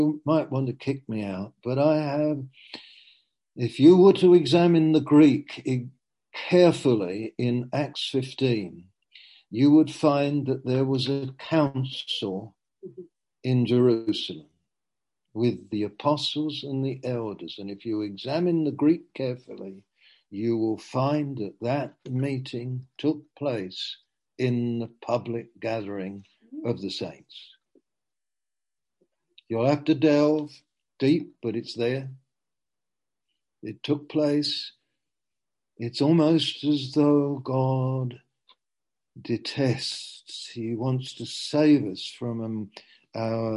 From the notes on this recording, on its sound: Q & A (Zoom). Teign Valley Sessions.